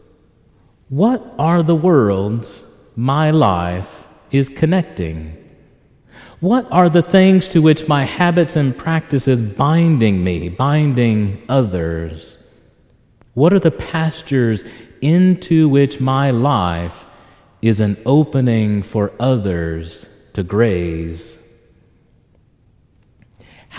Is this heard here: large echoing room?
yes